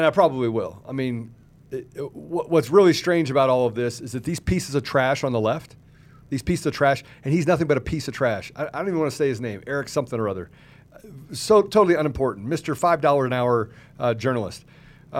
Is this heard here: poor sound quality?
no